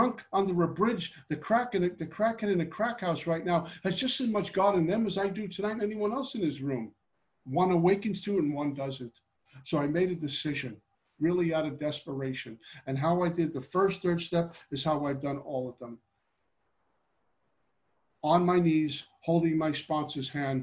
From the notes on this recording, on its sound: Gives a zoom pitch on Steps 2-3 for The Backroom Group out of Hamilton, Ontario.